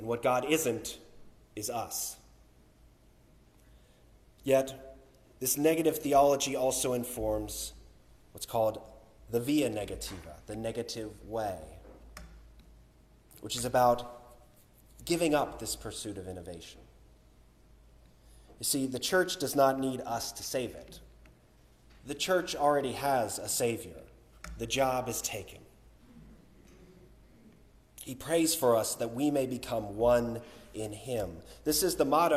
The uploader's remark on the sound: Recorded on March 26, 2023 - 5th Sunday in Lent and "Bach Sunday" at Union Congregational Church.